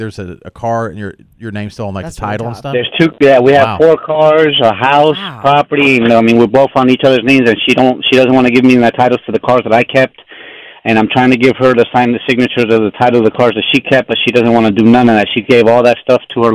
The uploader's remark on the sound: In-Studio! Joined us live in-studio to give out FREE legal advice to anyone who called-in.